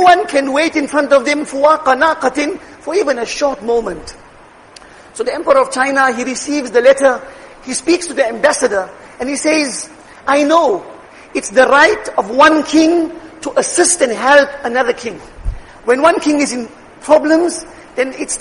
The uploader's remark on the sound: Jumuah lecture